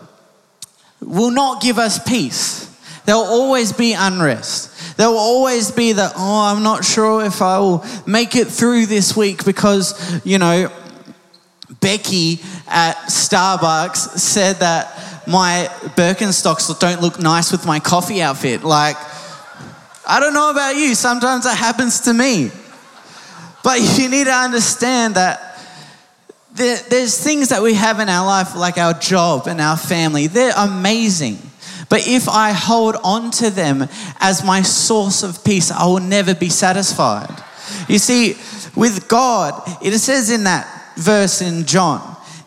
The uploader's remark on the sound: Recorded live at Planetshakers Church (Melbourne)